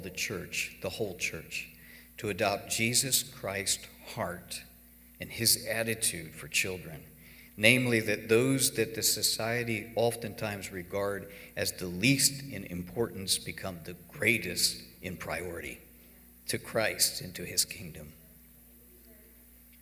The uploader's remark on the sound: Cornerstone Fellowship Sunday morning service, streamed live from Wormleysburg, PA.